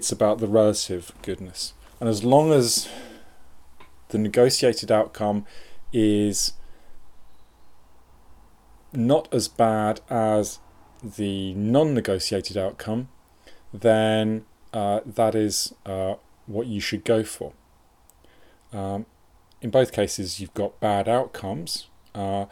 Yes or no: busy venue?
no